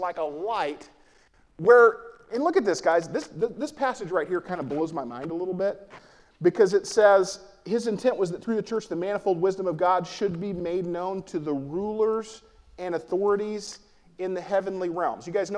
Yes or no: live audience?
yes